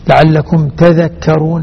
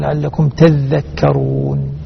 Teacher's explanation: كلمة تذكرون لكنها عامة في كل المصاحف، يشدد الذال ورش · Shown in: second take · لعلكم تذكرون عند حفص، بينما ورش غرام لعلكم تذكرون.